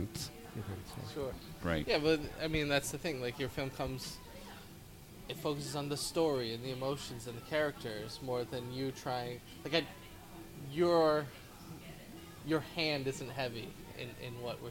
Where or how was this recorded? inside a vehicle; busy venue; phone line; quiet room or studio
busy venue